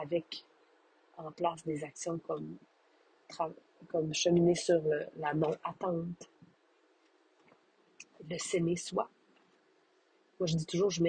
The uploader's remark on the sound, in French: Désolée pour les nombreux bruits de bouche… vive les Airpods!!